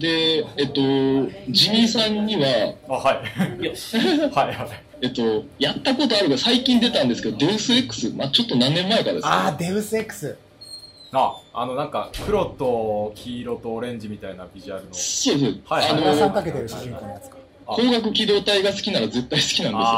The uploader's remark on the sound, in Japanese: 公開収録＆生放送